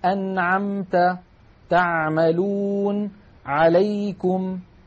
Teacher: العين تخرج من وسط الحلق. وأحب أن أنبه بأن العين الفصيحة أعمق من العين التي نعتاد في أغلب العاميات المعاصرة أن نأتي بها.